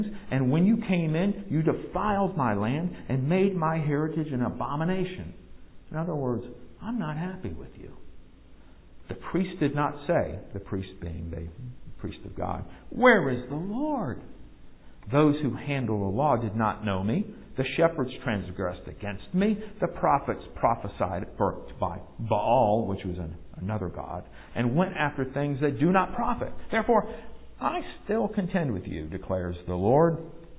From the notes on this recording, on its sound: Recorded at MPPC during a worship service on Sunday, August 28, 2022